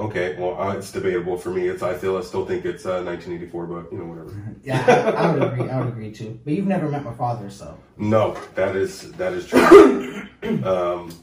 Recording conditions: poor microphone